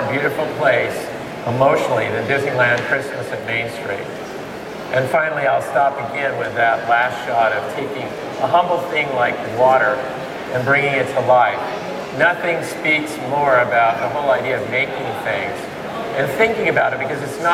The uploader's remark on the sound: This video was captured LIVE at MakerFaire 2008 in San Mateo, California